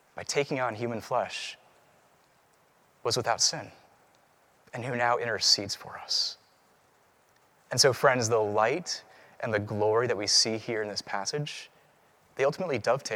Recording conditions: large echoing room